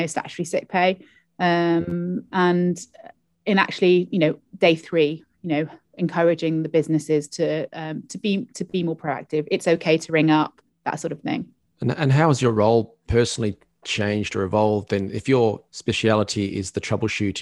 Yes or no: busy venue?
no